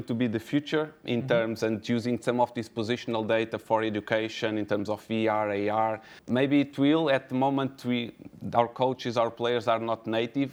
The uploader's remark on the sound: Recorded at the 2019 OptaPro Analytics Forum